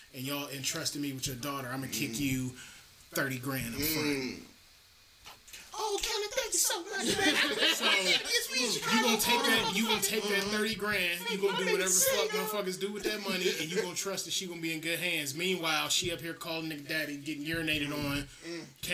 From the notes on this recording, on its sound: (We apologize for the audio quality, we were just having so much fun we kinda neglected that part).